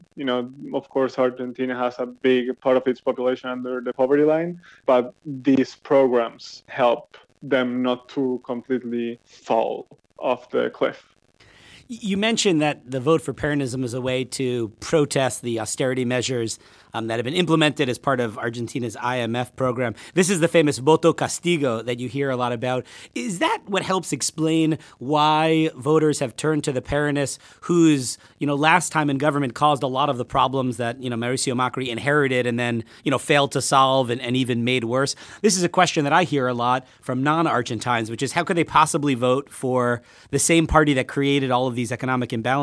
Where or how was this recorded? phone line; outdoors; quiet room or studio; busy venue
phone line